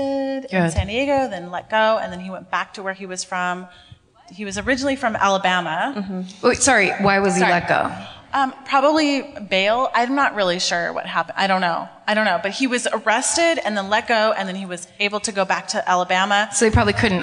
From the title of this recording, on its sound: Live at the Balboa Theatre in San Diego